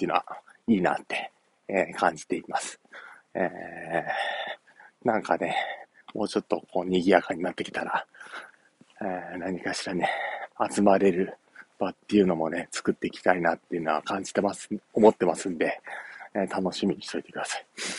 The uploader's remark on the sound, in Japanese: お散歩しながら音声配信